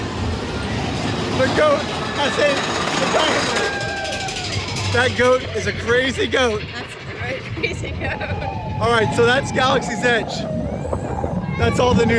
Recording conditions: busy venue